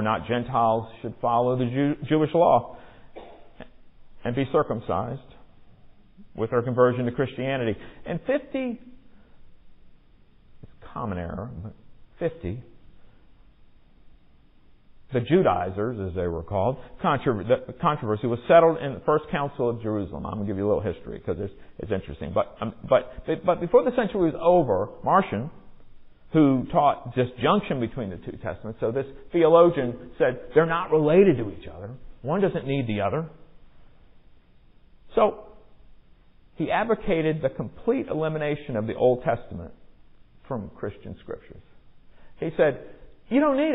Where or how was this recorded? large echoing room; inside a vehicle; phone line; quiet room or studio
large echoing room